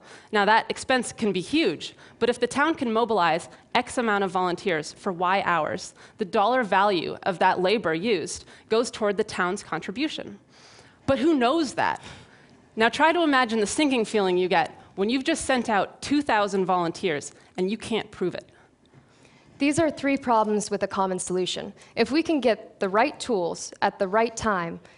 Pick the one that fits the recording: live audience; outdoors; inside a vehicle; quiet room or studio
live audience